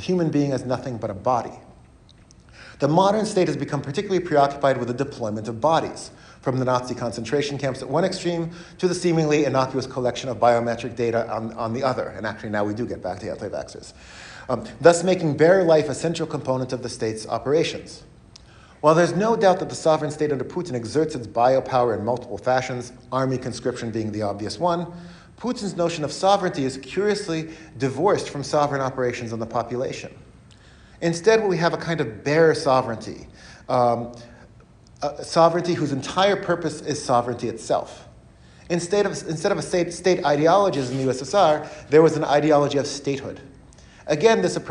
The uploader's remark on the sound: He gave this talk as part of a lecture series hosted by the Ellison Center at the University of Washington.